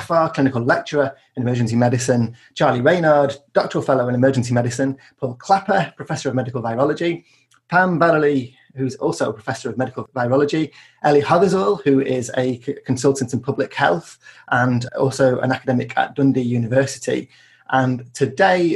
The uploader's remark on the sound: Podcast edited from a live webinar.